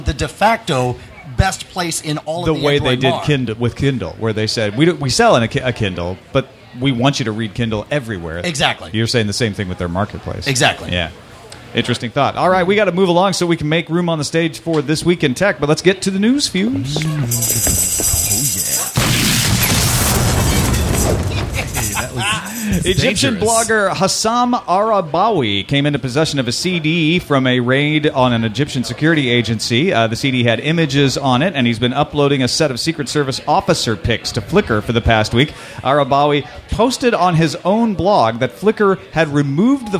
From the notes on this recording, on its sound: Live from SXSW